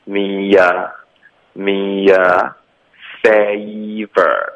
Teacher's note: 中间要加一个很轻的 e 音